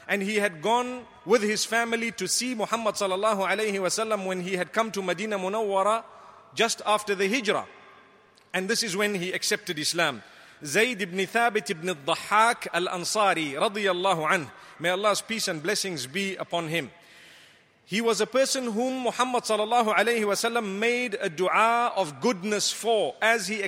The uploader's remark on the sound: Delivered at Tuanku Mizan Zainal Abidin Musjid 15 Ramadan 1435/2014